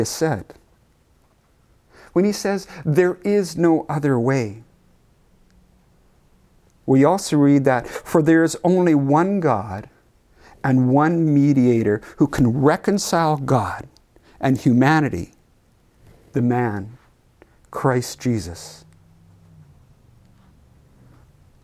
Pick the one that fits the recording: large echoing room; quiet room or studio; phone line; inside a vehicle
large echoing room